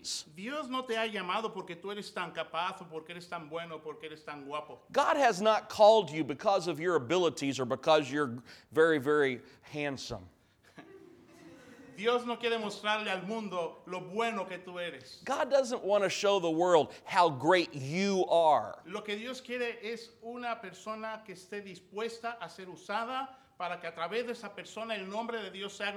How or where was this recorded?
large echoing room